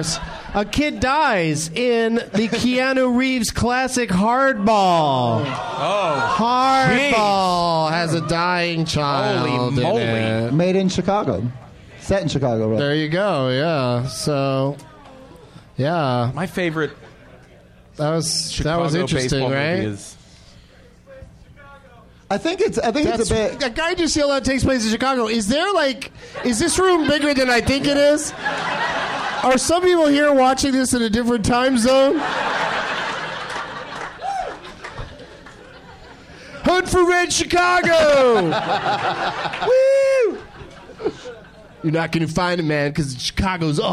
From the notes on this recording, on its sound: Live from Zanies in Rosemont, IL